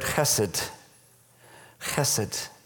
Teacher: It's a word which begins with one of these guttural H's that the Hebrew alphabet has.